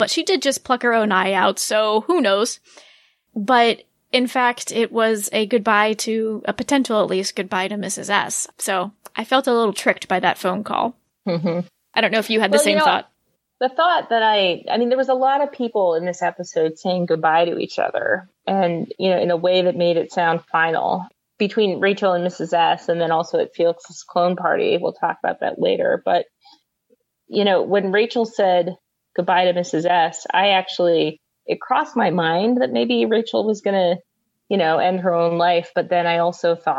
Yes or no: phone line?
no